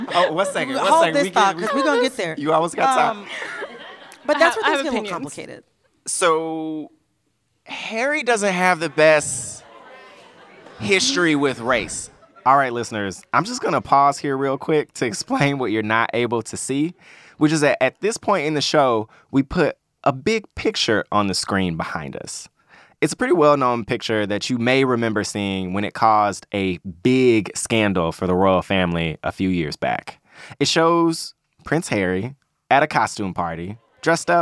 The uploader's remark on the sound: from our Toronto live show